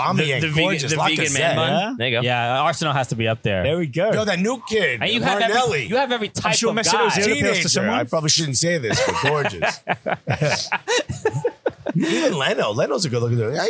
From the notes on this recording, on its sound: Recorded on site at the 2020 United Soccer Coaches Convention in Baltimore. Whenever TSS and Cooligans are in the same city, we have to record a crossover pod.